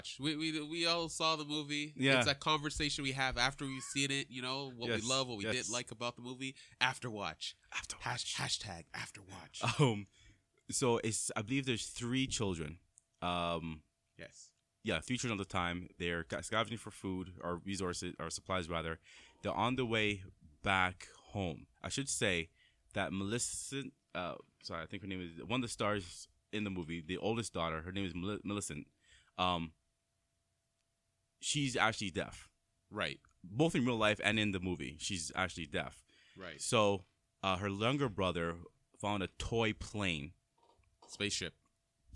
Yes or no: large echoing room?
no